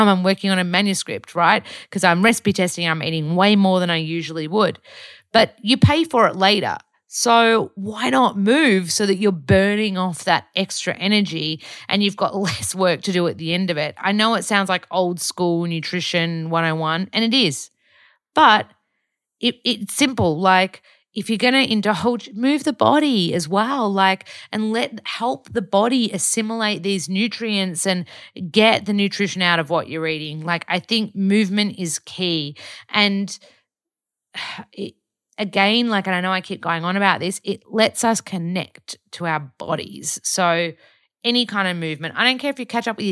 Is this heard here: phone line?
no